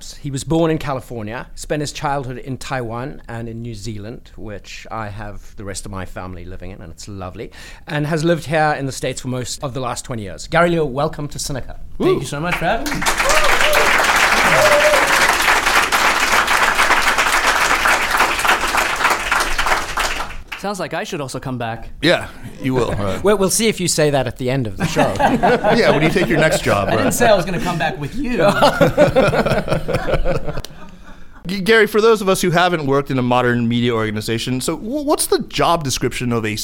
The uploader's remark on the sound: This podcast was recorded in front of a live audience at the China Institute in New York.